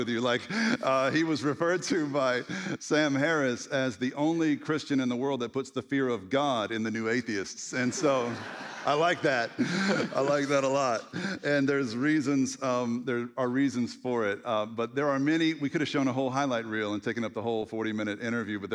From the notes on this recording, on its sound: At The Story Church. A special live conversation.